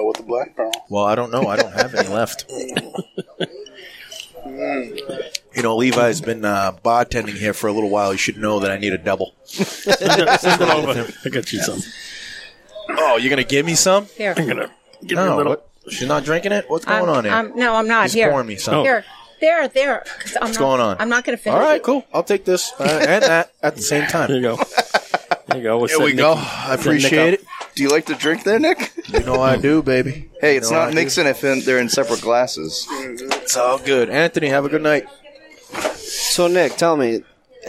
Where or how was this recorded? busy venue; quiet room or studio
busy venue